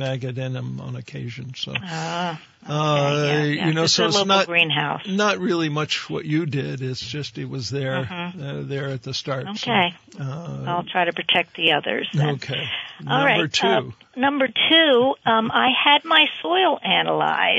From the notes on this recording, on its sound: phone call filled episode